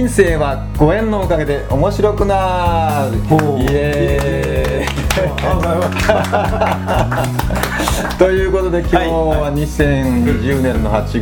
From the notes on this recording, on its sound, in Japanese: 柳井のタッチ食堂で対談収録。柳井市宇宙1丁目1番とのパワースポット、タッチ食堂で。